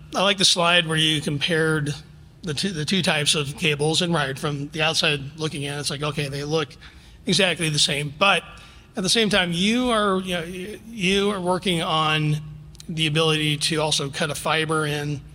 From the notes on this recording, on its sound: Following his keynote address at last week's Cable Next-Gen Technologies and Strategies event in Denver.